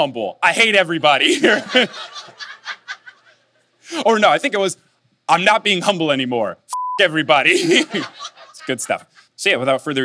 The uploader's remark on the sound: this time it's live in Vancouver